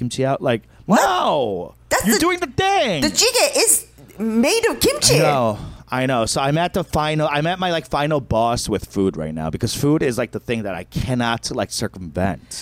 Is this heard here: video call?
no